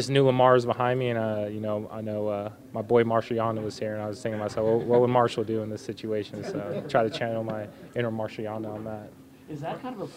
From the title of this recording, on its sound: Postgame Press Conference